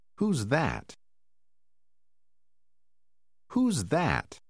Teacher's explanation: khi tổ hợp WH đứng trước con chữ O, nó được phát âm như âm huh, được biểu thị bằng con chữ H.